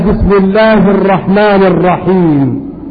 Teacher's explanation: وإذا أضعت التكرير أصبحت الراء تشبه الضاد. فاجعل التكرير في الراء بصورة متوسطة فتنطقها كذا: بسم الله الرحمن الرحيم.